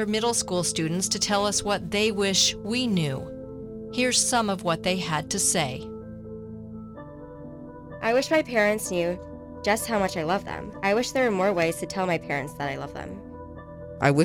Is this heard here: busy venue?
no